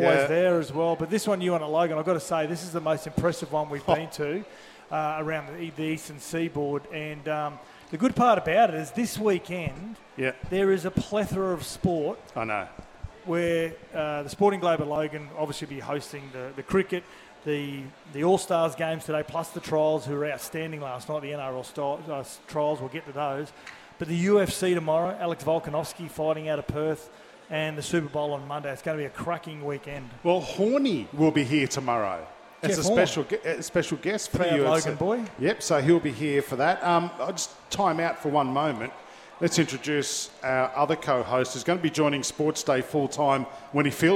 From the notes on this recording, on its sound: LIVE from the Sporting Globe in Logan.